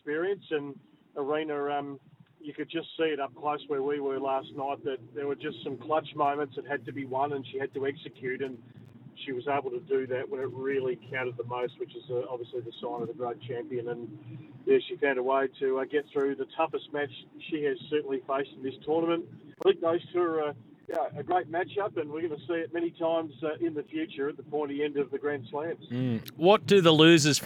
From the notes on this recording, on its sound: live from Melbourne Park